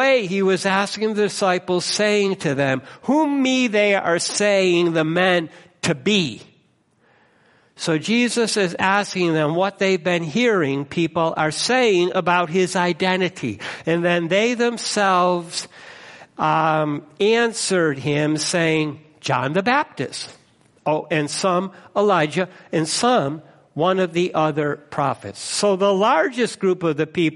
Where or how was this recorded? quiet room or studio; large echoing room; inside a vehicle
large echoing room